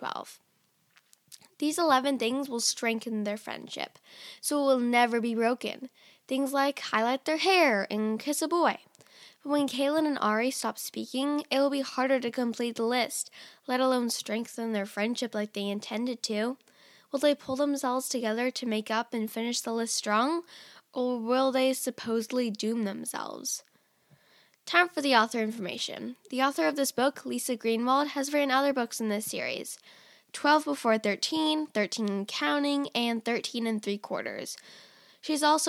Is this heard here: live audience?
no